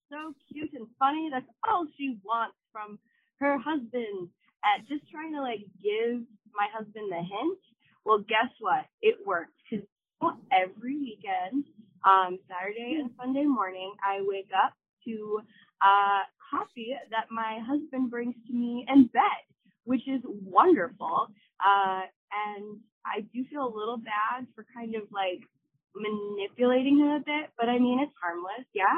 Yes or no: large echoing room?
no